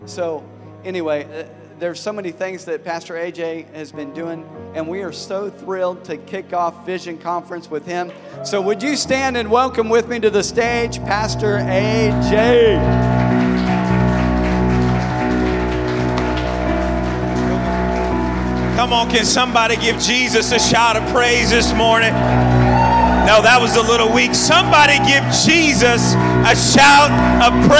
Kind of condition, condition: setting, large echoing room